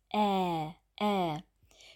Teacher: Bei dem langen Ä ist die Zunge ganz breit und die Lippen sind auch gespannt. Ä, Ä. Vorsicht, die Zunge bleibt im Mund.